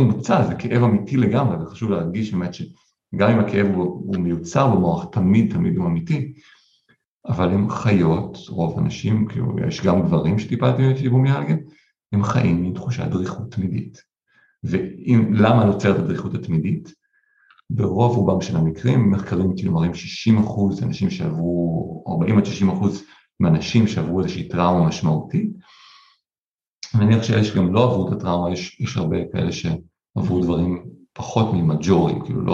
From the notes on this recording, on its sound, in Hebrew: הראיון הוקלט במסגרת לייב זום בפייסבוק ועבר עריכה לפורמט הפודקאסט.